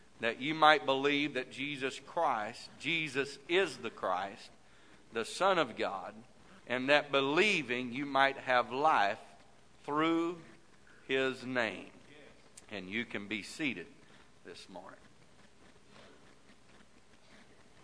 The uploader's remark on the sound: This message is broadcast live from the First Pentecostal Church of Silsbee Texas.